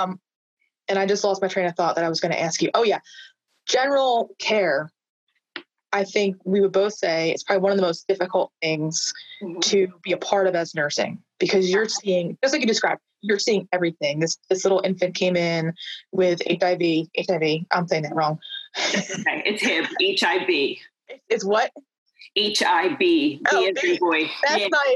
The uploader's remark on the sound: Originally recorded on zoom